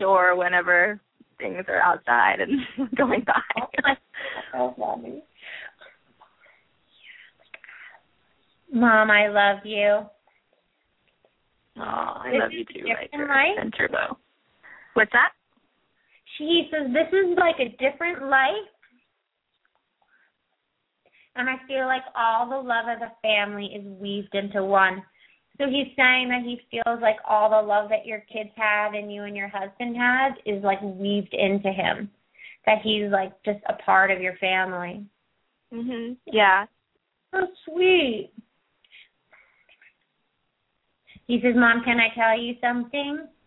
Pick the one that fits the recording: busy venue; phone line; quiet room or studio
phone line